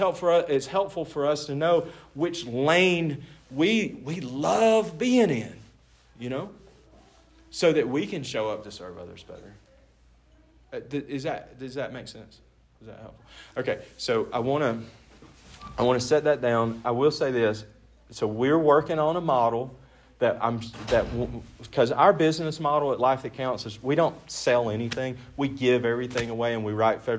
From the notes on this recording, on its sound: This episode was recorded live at the 2022 Annual Montana College Attainment Network’s annual conference.